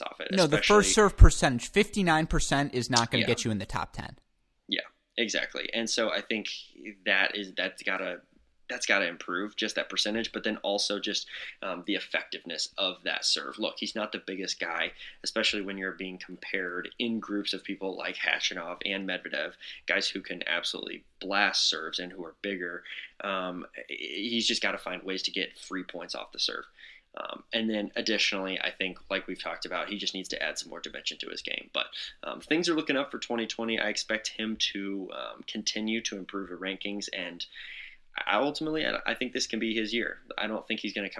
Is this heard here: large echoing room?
no